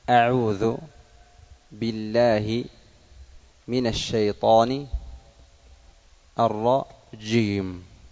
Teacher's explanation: فيها نوع تفخيم للجيم، وأيضا نوع تكلف في الإتيان بمخرجها